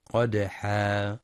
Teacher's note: ينتبه لتفخيم القاف في قدحا مع قلقلة الدال الساكنة والوقف بمد العوض بمقدار حركتين